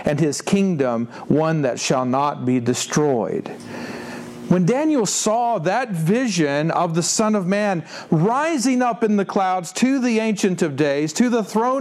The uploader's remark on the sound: This version was preached at Westminster Presbyterian Church in Greenville, Texas on 26 March 2017.